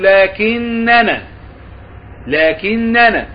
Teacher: لكن هو الله ربي، لكن أصلها لكن أنا، لكن أنا، شيل الهمزة بتاعت أنا صارت لكننا